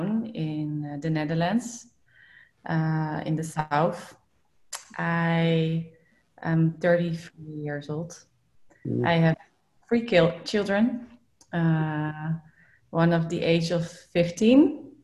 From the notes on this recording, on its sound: This was the second zoom call for the first week of the online ides.